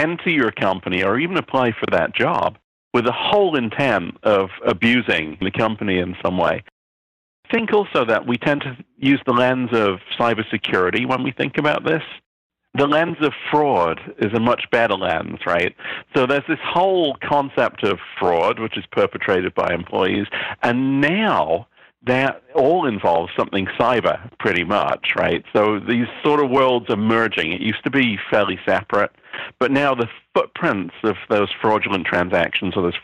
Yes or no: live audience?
no